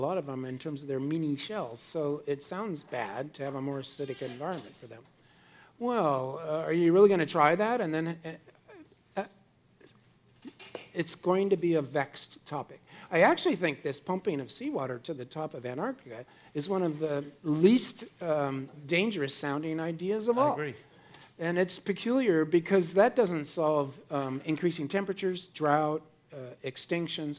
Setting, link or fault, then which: setting, busy venue